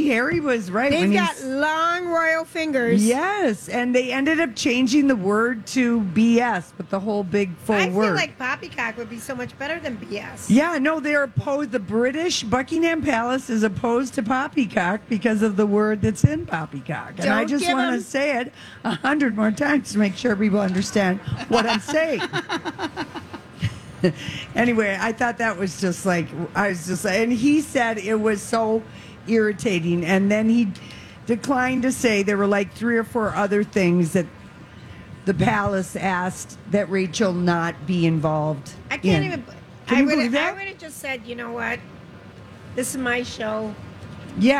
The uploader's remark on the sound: Wednesday Day 7 at the MN State Fair